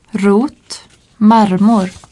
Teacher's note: Le R se prononce différemment selon les régions de Suède. Dans le centre et le nord du pays, il est très fortement roulé, R apical.